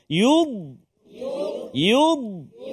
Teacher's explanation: Tepi lidah kita kena gigi Gerham. Sebelah kiri atau kanan terpulang lah. · Term: huruf dad